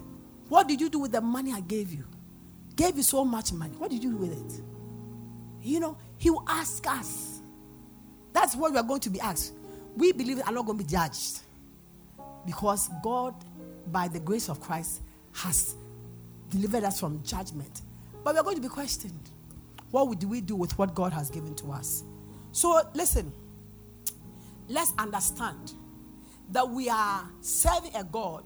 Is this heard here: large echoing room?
yes